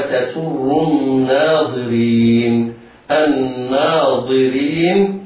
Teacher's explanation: الظاء مفخمة والراء مكسورة حكمها الترقيق